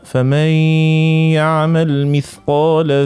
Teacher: نعمل الغنة متاعنا تقعد وقت، يعبروا عليه بمقدار حركتين